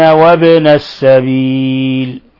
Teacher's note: الباء هنا جاءت ساكنة فتقلقل، فتقلقل